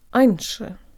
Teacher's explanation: In this case, when раньше is pronounced at the speed of normal conversation, the soft ñ will not release at all, meaning that the end of the sound is not produced